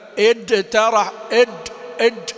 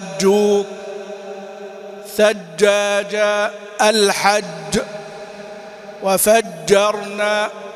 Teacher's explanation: وهناك من يبالغ في شدتها حتى أنه يدخل عليها حرف الدال وينطقها من أطراف من طرف اللسان مع أصول الثنايا، يقول كده مثلا إد ترح إد إد، لا الجيم من وسط اللسان وليست من الطرف · Shown in: second take · إد ترح إد إد، ما هي إد إد، يعني إدخال الدال عليها أيضا خطأ.